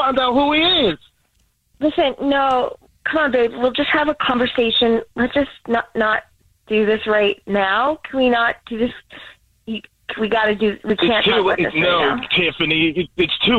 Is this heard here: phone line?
yes